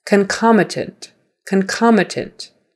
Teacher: So we've got the con and the com. The con is unstressed, the com is a stressed syllable.